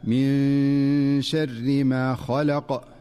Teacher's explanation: ومن أمثلته في قوله تعالى من شر ما خلق، فالنون الساكنة في من جاءت قبل الشين فتخفى النون من شر، فتخفى النون مع غنة مناسبة من غير أن تتحول إلى نون ظاهرة ولا أن تدغم في الشين · Term: الإخفاء